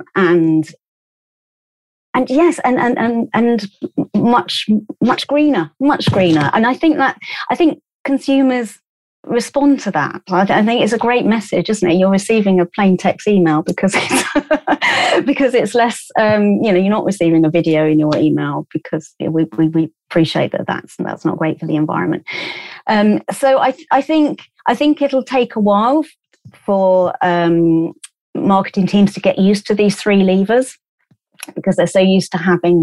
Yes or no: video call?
yes